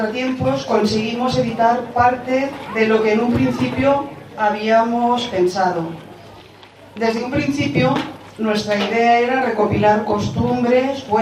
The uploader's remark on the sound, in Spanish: Presentación del libro Garcimolina y sus cosas. Audio que recoge lo que se dijo en la presentación del libro.